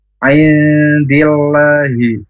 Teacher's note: huruf ain keluarnya dari tenggorokan yang tengah. Aindillahi, nun sukun bertemu dengan huruf dal, ikhfa aqrob, ya, ikhfa aqrob, ikhfa samar aqrob dekat n, n-nya tapi samar. · Term: izhar halqi